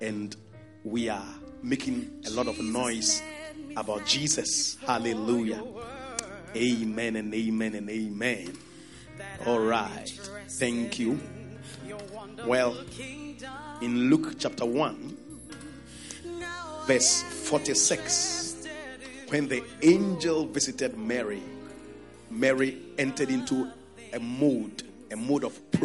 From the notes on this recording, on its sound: Preached at The FLOW Church Service, First Love Center. Accra.